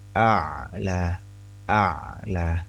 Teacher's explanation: bacaan ain sukun itu sifatnya perantara antara lunak dan kuat tertahan